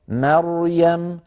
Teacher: لما قلنا مريم فيها راء مفخمة، وهذه الراء قبلها ميم مرققة وبعدها ياء مرققة، مريم، فلننتبه إلى عدم تفخيم شيء من هذين الحرفين المرققين، مثلا بأن يقول أحدنا مريم فيفخم الميم، العرب لا تفخم الميم، مريم، أيضا الياء مريم، ولا نقول مثلا مريم، لا نفخم الميم ولا نفخم الياء، فلننتبه إلى ذلك.